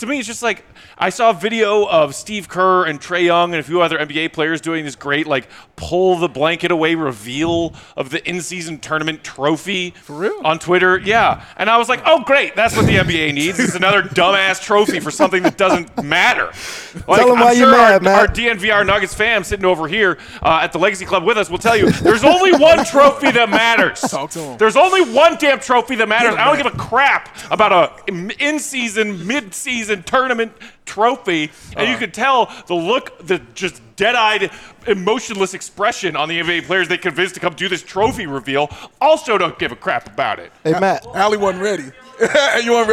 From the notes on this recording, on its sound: The CHGO Bulls crew are LIVE from the Legacy Club at Circa Resort & Casino!